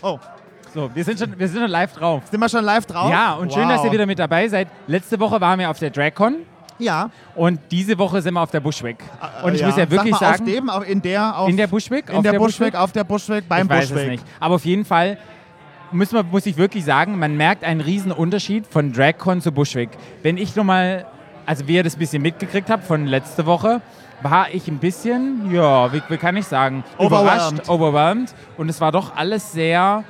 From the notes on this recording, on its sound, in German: Wir berichten live aus dem Backstagebereich der Bushwig New York, einem der größten Dragfestivals der Welt.